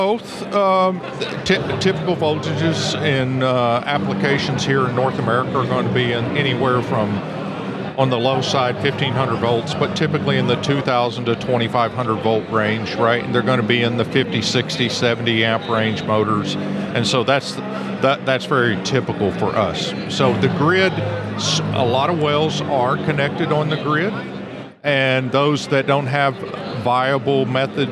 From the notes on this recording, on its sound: Recorded live at the 2023 ESP Symposium Chair a Society of Petroleum Engineers Gulf Coast Section.